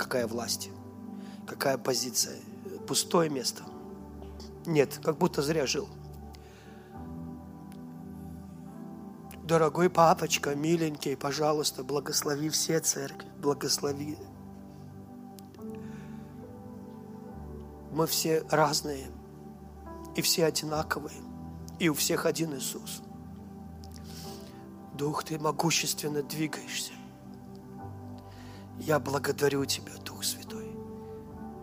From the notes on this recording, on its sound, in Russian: Запись с молодежного служения из Церкви Божьей города Ярославля.